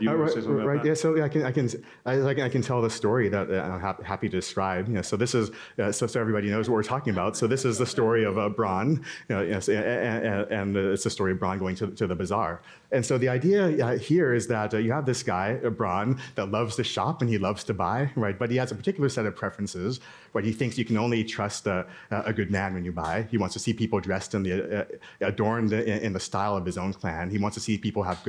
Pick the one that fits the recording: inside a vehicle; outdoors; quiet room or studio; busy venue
busy venue